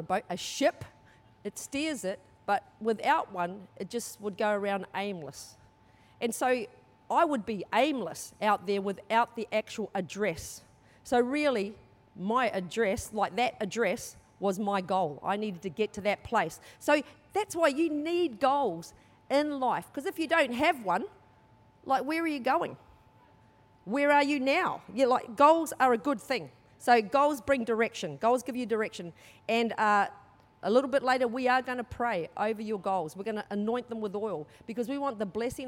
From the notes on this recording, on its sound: Recorded during our 9am service on Sunday, the 5th of February 2023